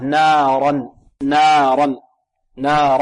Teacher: والراء هنا مفخمة لماذا؟ لأنها مفتوحة · Term: الراء المفتوحة